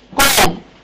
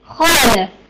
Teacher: واعتمد الصوت هنا مش على مخرج القاف، لا هيعتمد مثلا على مخرج الخاء